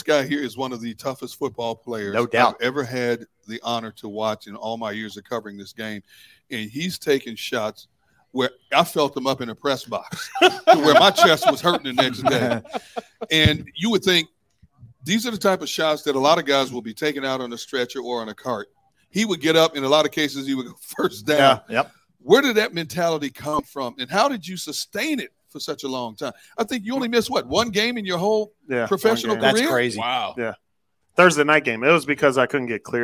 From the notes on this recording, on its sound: Philadelphia. LIVE From Jeff D'ambrosio Auto Group destination Downingtown!